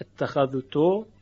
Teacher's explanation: مورد دیگری که در روایت قالون ادغام درش انجام می شود و برخلاف بعضی از روایات و قرائات دیگه، من جمله برخلاف روایت حفص انجام می شه، ادغام حرف ذال در حرف تا هستش